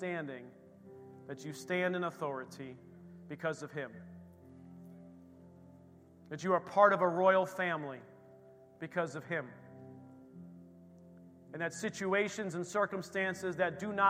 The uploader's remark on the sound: This recording is of the whole service.